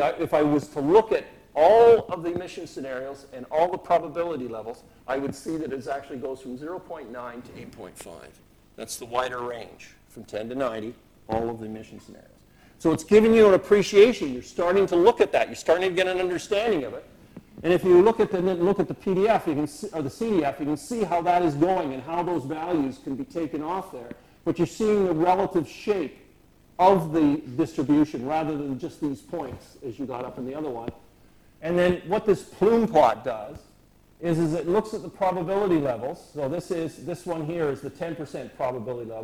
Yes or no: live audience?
yes